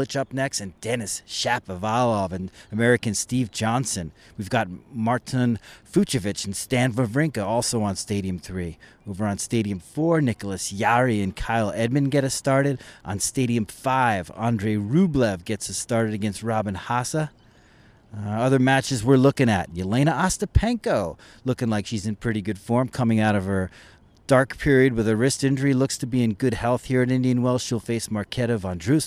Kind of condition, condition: setting, busy venue